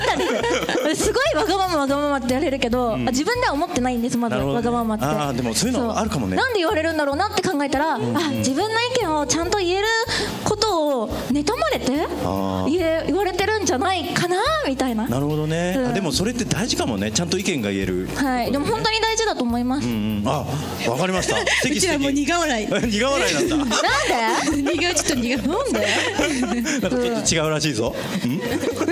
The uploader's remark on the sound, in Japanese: 川崎モアーズ屋上ビヤガーデンをお借りしたライブイベントでの公開収録。